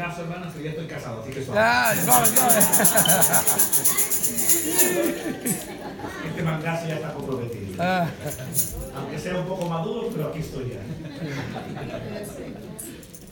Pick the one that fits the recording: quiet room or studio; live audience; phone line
live audience